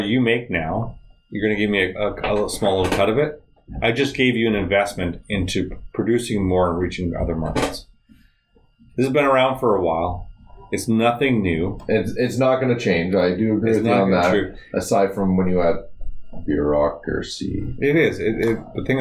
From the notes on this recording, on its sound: Apologies for the poor sound quality, we're still working out the kinks.